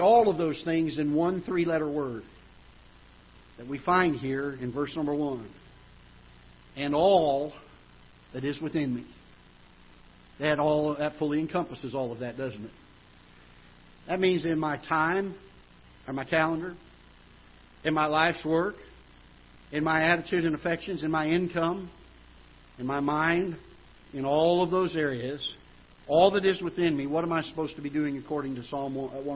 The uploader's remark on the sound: Ketha Heights Baptist Church ~ Live Broadcast.